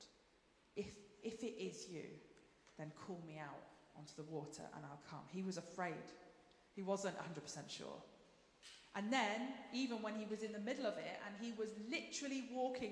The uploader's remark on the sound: Streamed live at St Paul's Shadwell